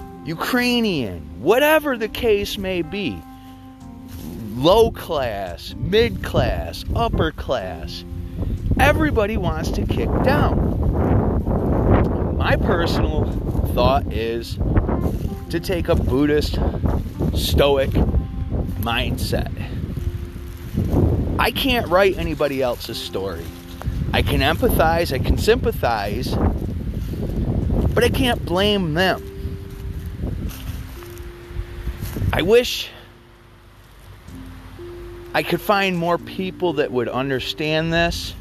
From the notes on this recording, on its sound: sorry about the wind I was walking my dogs